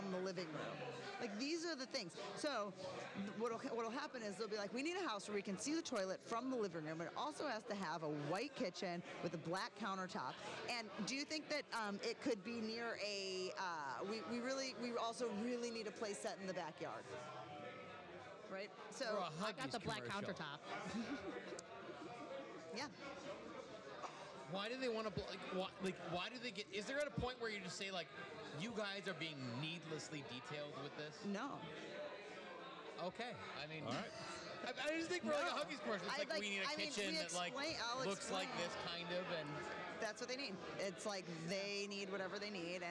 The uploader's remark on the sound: We're live at the Arrogant Frog Bar